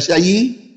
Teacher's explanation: وشيء دي لما نقف عليها نقف عليها بالنقل، أي نقل حركة الهمزة إلى الساكن قبلها، حركة الهمزة تنقل إلى الياء وتبقى الهمزة بدون حركة فتسقط، يبقى شيء. أما نقف بتقف بالسكون المحض فتقول شيء.